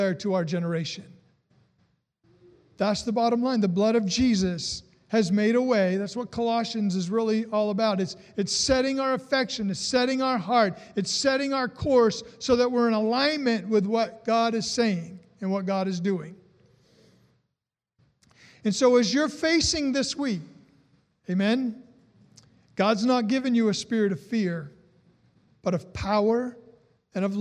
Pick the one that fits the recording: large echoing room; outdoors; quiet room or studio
large echoing room